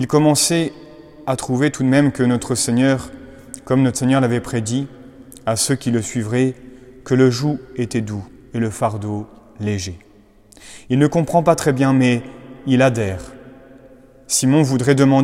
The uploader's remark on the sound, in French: Conférences de Carême de la Collégiale Saint-Just (Lyon)